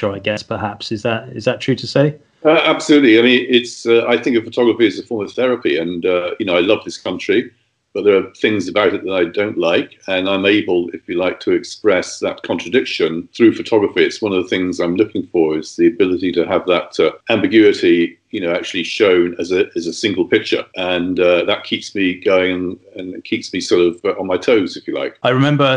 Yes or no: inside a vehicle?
no